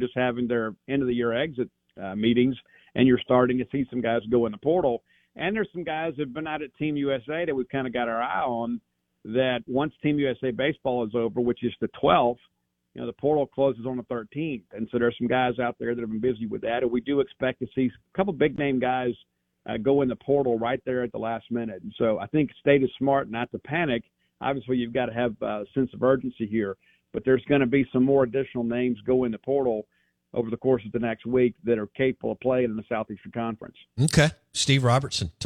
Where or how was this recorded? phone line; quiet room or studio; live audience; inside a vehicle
phone line